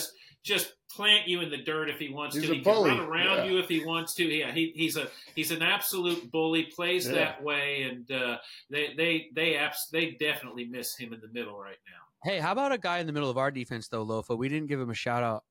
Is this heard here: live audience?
no